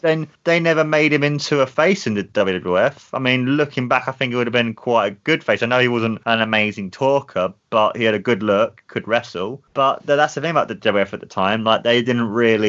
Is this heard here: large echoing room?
no